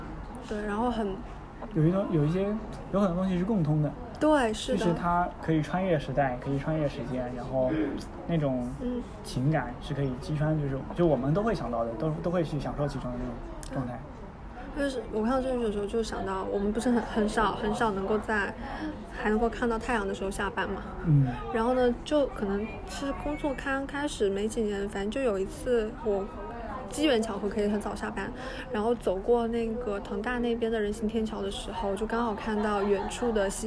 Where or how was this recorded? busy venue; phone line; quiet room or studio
busy venue